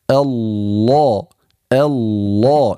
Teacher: اللام في اسم الجلالة ينبغي أن يكون تفخيمها تفخيما أقوى من تفخيم حروف الاستعلاء والأطباق. يعني نقول الله الله مثلا في قوله تعالى فاعفوا واصفحوا حتى يأتي الله بأمره. · Term: التغليظ